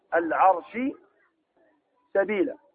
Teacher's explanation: فالشين والسين اقتربا في الصفة وتباعدا في المخرج. مخرج السين الآن ذكرناه من طرف اللسان مع أطراف الثنايا العليا والسفلى قريب إلى السفلى، والشين من وسط اللسان.